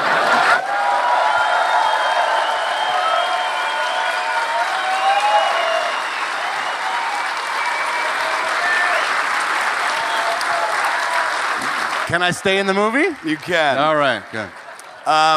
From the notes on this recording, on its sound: Recorded LIVE at Vicar Street in Dublin, Ireland.